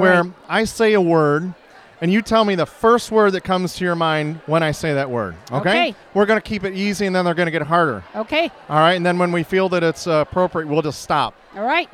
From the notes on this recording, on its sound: from Girls Night Out at The Shops at Worthington Place